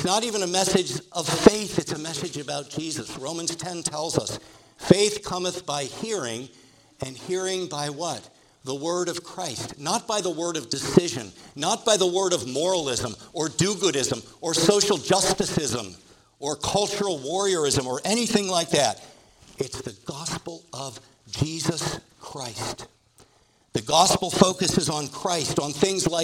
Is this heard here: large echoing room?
yes